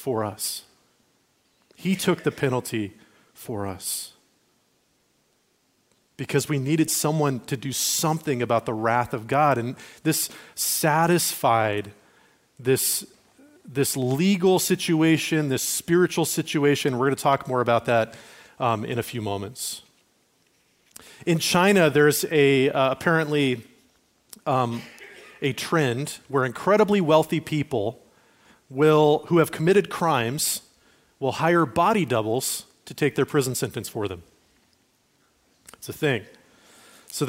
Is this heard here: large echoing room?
yes